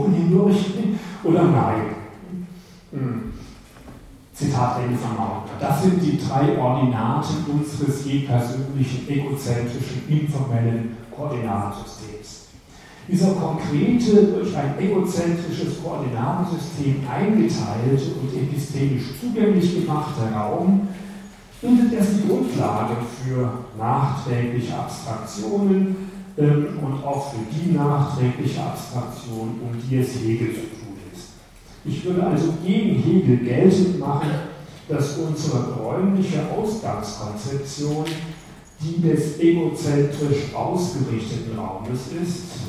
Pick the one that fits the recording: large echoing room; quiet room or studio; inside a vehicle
large echoing room